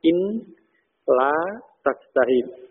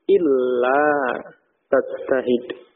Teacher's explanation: Nunnya masuk ke lam dalam pengucapan. · Shown in: second take · Sehingga menjadi illa tajtahid. · Term: diidghamkan